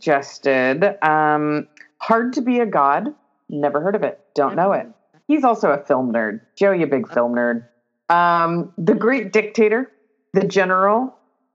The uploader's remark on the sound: Technical difficulties are MOSTLY behind us, but apologies for our sound issues this ep. Recorded via Skype = Palm Springs + Southern OR.